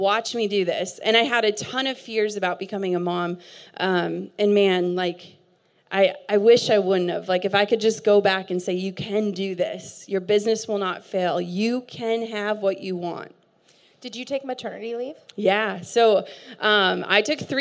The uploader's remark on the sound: hosted a fireside chat at our Aerie REALtreat event